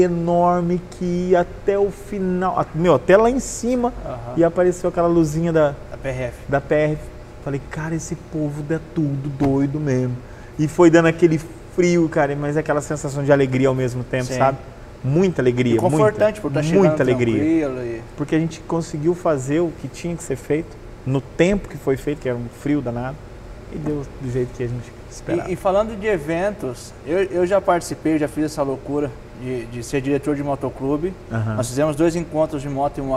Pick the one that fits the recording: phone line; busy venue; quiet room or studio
busy venue